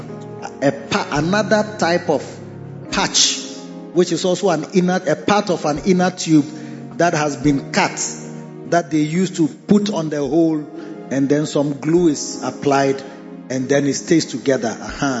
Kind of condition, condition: setting, large echoing room